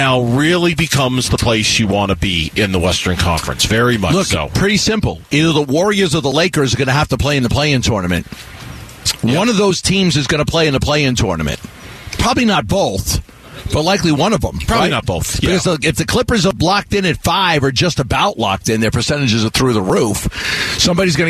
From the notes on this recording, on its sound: LIVE from Chase Field for the Arizona Diamondbacks home opener. Live down on the field in Downtown Phoenix.